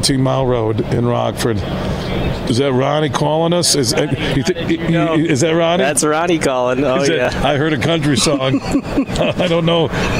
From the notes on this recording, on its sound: Today we're broadcasting live from the Ultimate Fishing Show Detroit. Throughout the show, we were joined by some of the great people connected to the event to hear about all of the great things they have to offer.